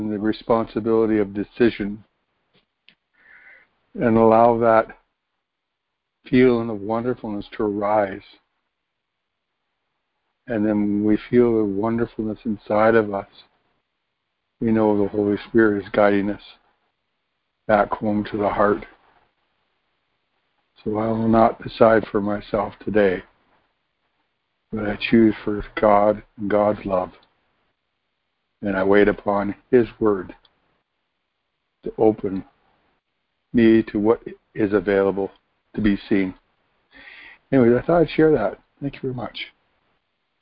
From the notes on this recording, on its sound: ACIM Daily Conference Call